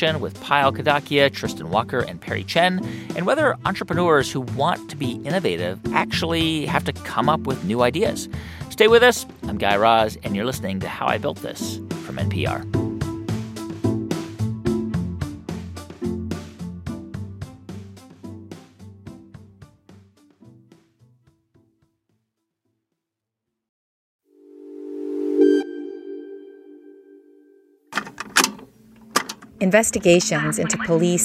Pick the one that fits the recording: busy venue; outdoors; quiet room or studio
busy venue